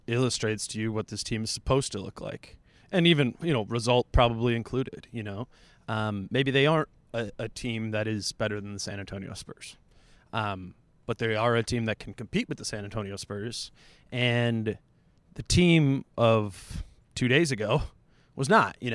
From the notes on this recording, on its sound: Live from Target Center for an immediate reaction to the Timberwolves overtime loss to the Spurs.